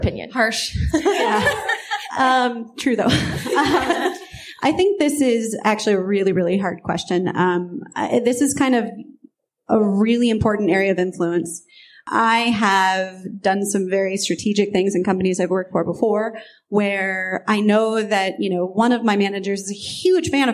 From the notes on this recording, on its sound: Organized another panel a few months later for a conference called Denver Startup Week and I had it recorded to share with you. The remaining time they respond to audience questions.